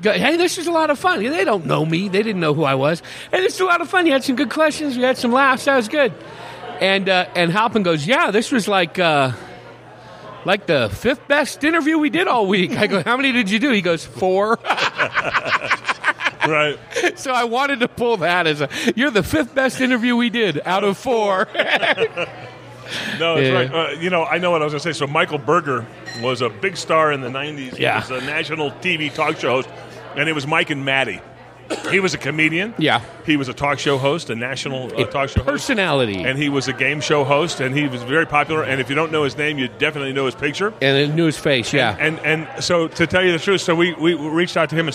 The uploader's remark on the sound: Recorded at The Palace Restaurant & Saloon in Prescott, AZ. Recorded at The Palace Restaurant & Saloon in Prescott, AZ. The intro was recorded at The Raven Café - just before the Third Thursday Night Spectacular Open Mic.